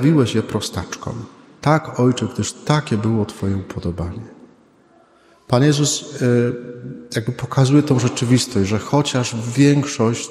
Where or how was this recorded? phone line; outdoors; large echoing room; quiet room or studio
large echoing room